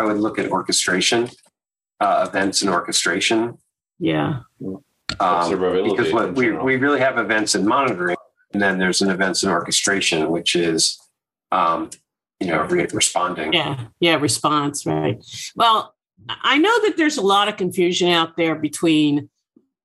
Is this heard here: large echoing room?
no